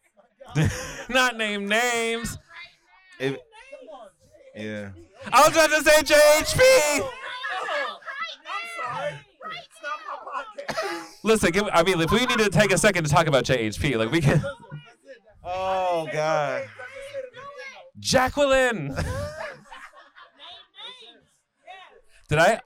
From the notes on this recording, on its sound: This convo was LIVE at reds beer garden ATL earlier this year.